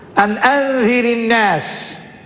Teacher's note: احنا كسرنا الساكن الأول للتخلص من التقاء الساكنين